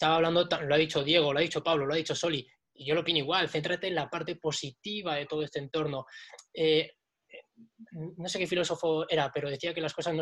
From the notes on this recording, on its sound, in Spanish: nos hemos reunido cuatro amigos por vídeo-llamada